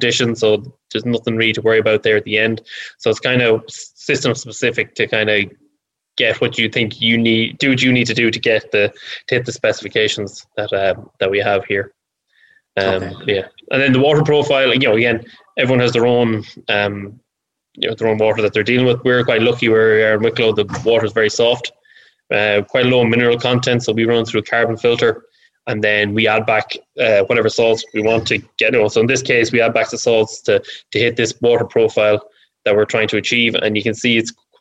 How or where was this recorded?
video call